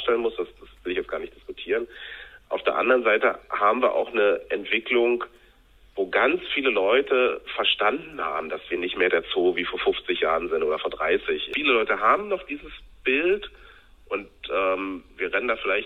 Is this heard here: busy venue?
no